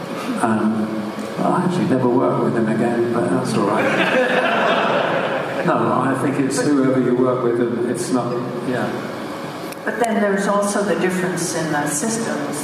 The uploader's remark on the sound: To Dallas for a series of events. For this episode, we screened Blade Runner 2049 and hosted a 2-hour Q&A session with the audience of 900 poeple.